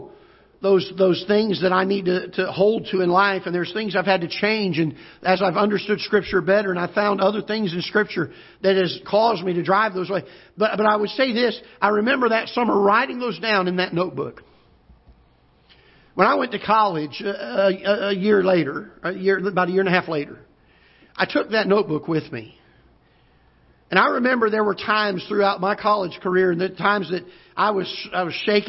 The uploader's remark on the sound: Ketha Heights Baptist Church ~ Live Broadcast